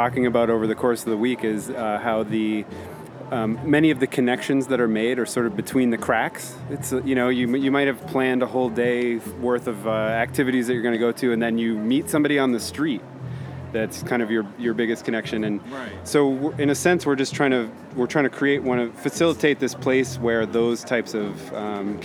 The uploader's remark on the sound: Recorded at SXSW 2016 on Monday, March 14th